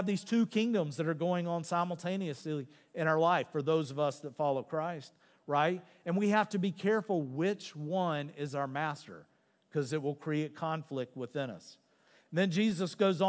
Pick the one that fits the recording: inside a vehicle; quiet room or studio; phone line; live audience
live audience